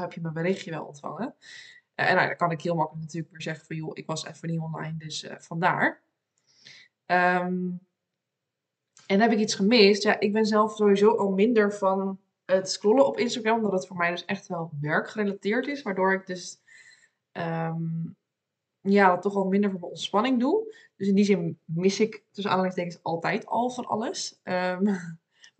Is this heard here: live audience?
no